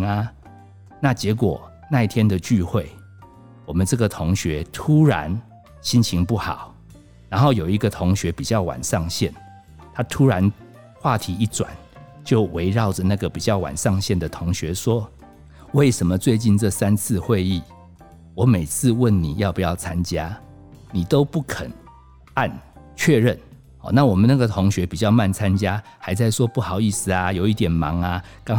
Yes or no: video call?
no